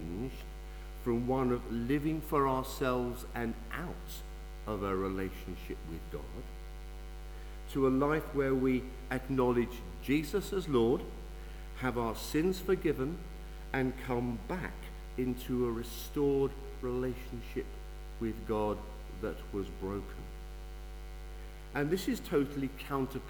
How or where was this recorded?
large echoing room